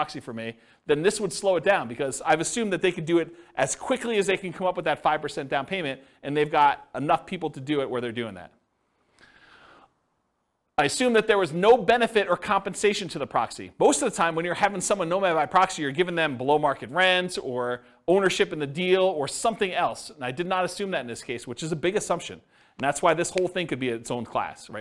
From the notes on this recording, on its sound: Thornton, Colorado. This was a live class recorded. The live in-person version.